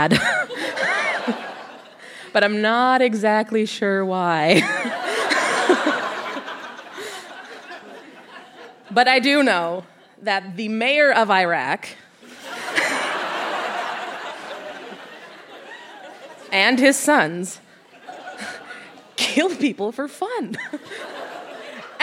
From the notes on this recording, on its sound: Recorded live at the Park Theatre in Winnipeg, MB.